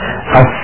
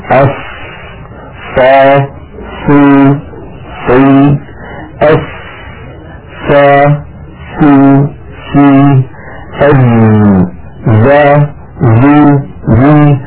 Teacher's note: كان العرب إذا نطقوها خرج لها صوت فيه قوة شبهه العلماء بصوت سفير الطائر · Term: صفة السفير